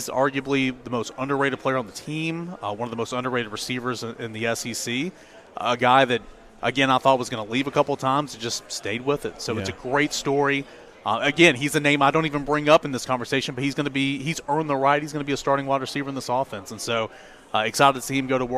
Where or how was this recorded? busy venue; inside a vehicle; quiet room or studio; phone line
busy venue